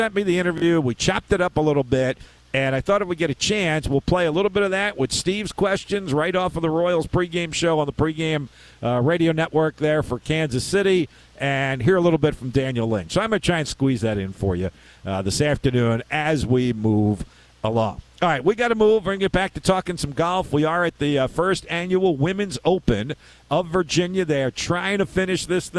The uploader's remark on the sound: Despite it being a rain-soaked Wednesday. Broadcasted live from Independence Golf Club at the 1st Women's Open of Virginia.